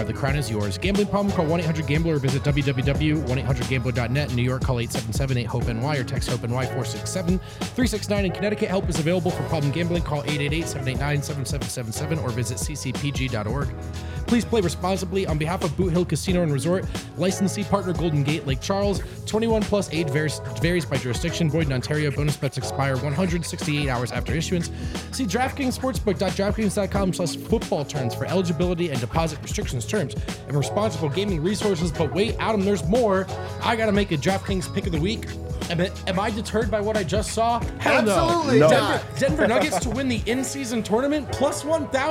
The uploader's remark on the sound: LIVE from the DNVR Bar